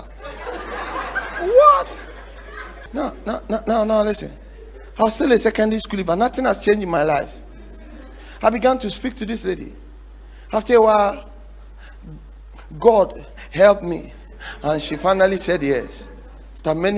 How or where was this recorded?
large echoing room